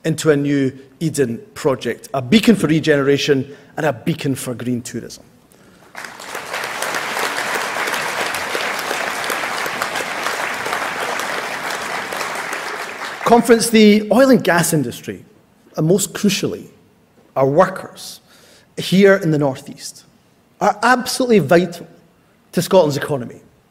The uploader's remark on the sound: speech from SNP Conference Oct 2023